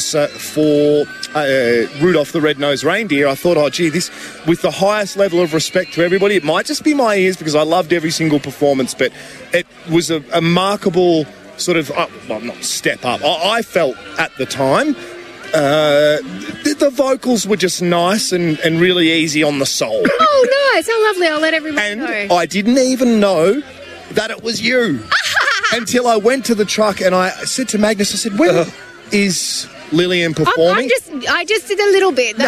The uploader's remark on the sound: Outside broadcast live at the 2023 Greater Shepparton Carols by Candlelight from the Queens Gardens in Shepparton. Special outside broadcast live at the 2023 Greater Shepparton Carols by Candlelight from the Queens Gardens in Shepparton.